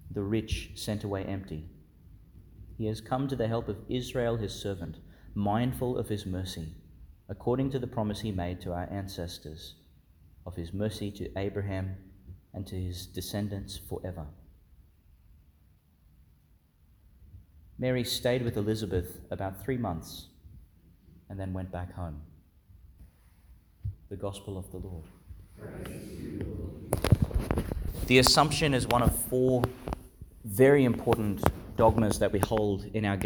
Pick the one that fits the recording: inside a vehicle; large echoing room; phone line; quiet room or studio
large echoing room